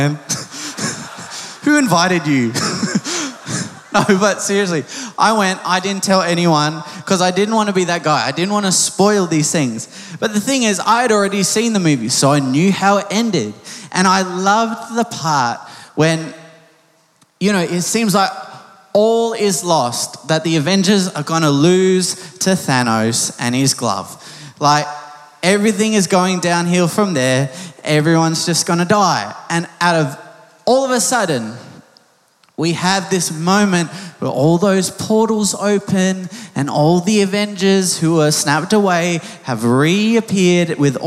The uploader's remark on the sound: Recorded live at Planetshakers Church (Melbourne)